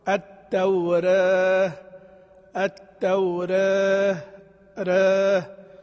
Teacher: ورش قلل كلمة التوراة قولا واحدا